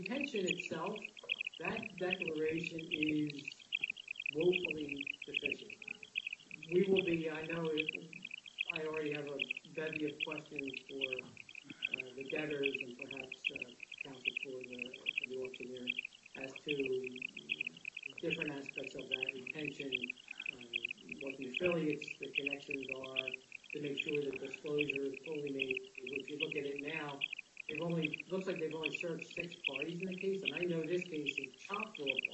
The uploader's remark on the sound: Audio of hearing held in the Yellow Corp. bankruptcy proceedings pending in Delaware. The hearing starts approximately 2 minutes and 20 seconds into the recording. Sorry about the sound... The audio recording is the official court audio and was posted this way to the court's docket.